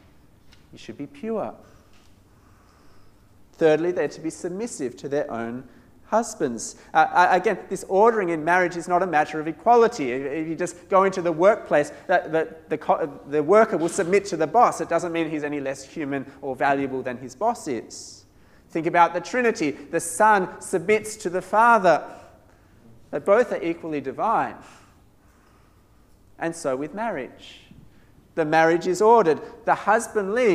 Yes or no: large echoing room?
yes